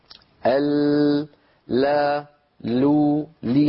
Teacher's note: ينحرف بعضه عن يمين اللسان وبعضه عن يسار اللسان